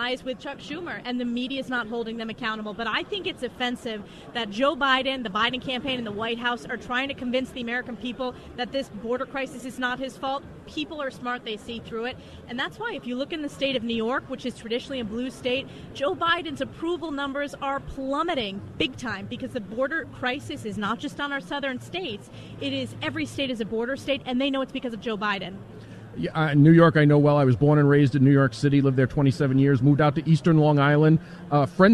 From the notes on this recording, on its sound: live from CPAC